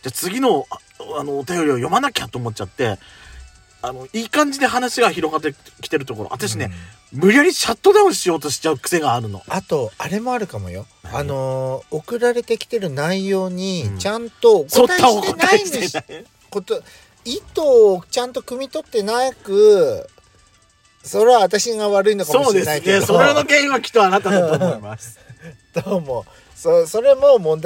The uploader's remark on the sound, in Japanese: 2人組。パーキング収録。